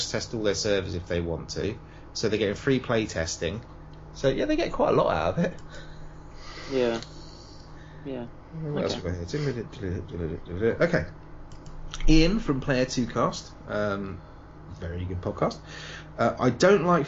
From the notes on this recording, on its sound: Apologies for the slight background hiss throughout